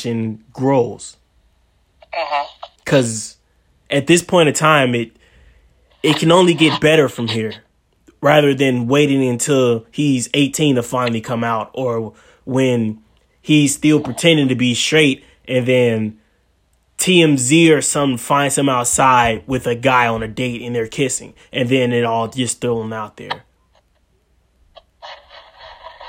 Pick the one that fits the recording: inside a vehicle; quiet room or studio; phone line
phone line